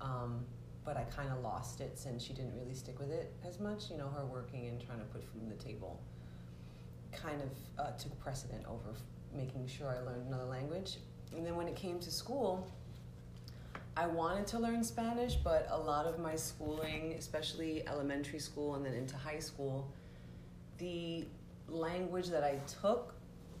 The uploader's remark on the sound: Apologies for the audio and some of the very New York City sounds heard in the background